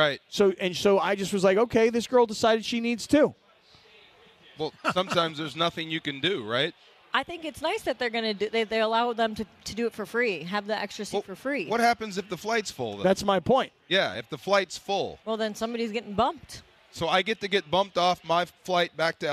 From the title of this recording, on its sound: LIVE From Yaamava!